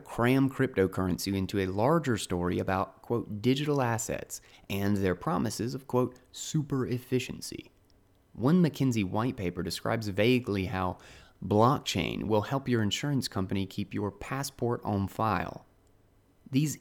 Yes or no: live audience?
no